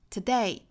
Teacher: 因为我们知道 day 它其实是一个重读音节，那前面的 ta 它其实是弱读音节